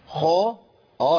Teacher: الخاء مفخمة في القرآن كله لكن لما تكون كمان مفتوحة بتبقى في أعلى مراتب التفخيم